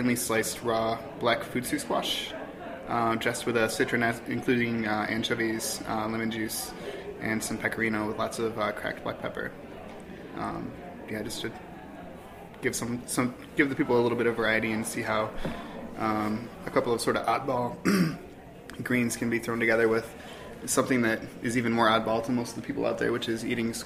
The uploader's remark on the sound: On-site at Organic Seed Alliance’s 8th Organic Seed Growers Conference in Corvallis, Oregon, on February 5-6, 2016, for a special episode of The Farm Report.